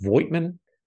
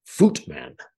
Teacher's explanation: The V is sharp like an F, and the I is silent. · Shown in: second take · Something like Footman.